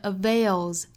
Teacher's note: avails 后面这个 is 啊，应该读浊音的 z 的发音